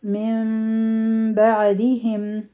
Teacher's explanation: مم بعدهم د نون ساکن نه پس با راغله، دلته کې به مونږ اقلاب کوو. د اقلاب مطلب وی چې د نون ساکن چې کوم آواز دی دا به په میم کې بدل شي، نو دا به مونږ وایو مم بعدهم.